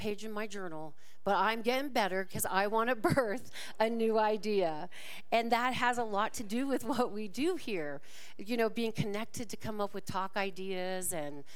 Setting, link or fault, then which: setting, large echoing room